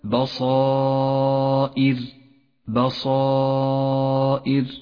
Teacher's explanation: جاء حرف الألف في هذا الموضع مفخما لأنه سبق بحرف الصاد المفخم والألف تتبع ما قبلها في الترقيق والتفخيم المثال التالي حكم الإظهار · Term: تفخيم حرف الألف